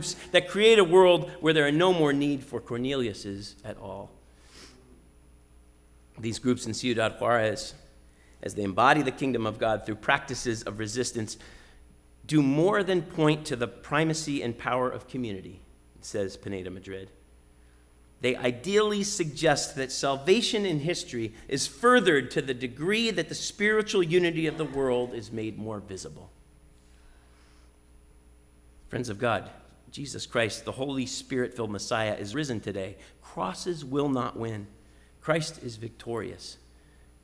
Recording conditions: large echoing room